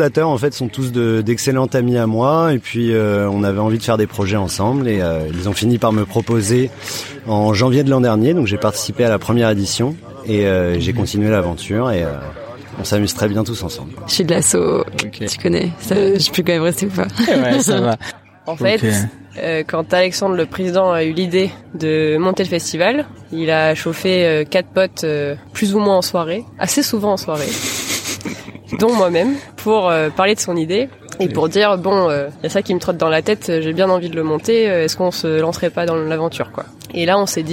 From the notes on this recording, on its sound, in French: J'ai profité de m'être incrusté quelques jours avant les festivités, pendant le montage, pour tendre mon micro à ceux qui font de ce festival un évènement à par entière